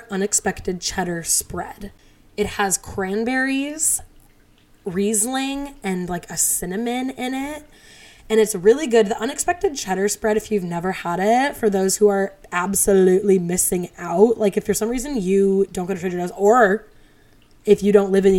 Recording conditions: sounds in the background